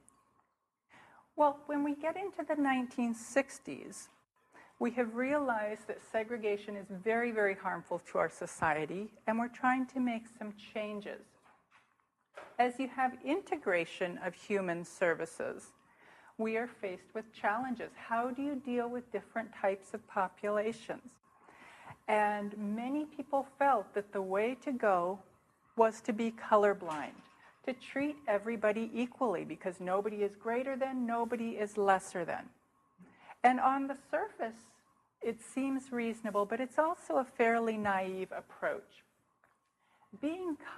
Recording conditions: live audience